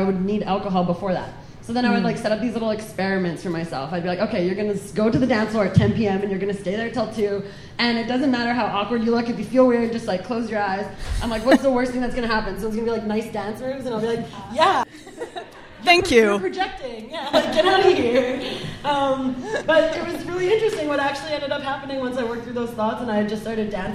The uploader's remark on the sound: This episode features a fabulous panel of booze free women from our first live podcast event.